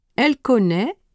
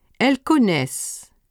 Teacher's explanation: For connaître, you can differentiate between the singular il, elle forms and the plural il, elle forms by listening for the final sound in the verb. The singular form ends with a vowel sound. The plural has a final consonant sound.